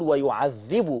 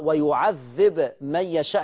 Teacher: حفص قرأ بضم الباء، طب وورش قرأ بسكون الباء، وهيترتب على سكون الباء واحنا بنقرأ لورش القلقلة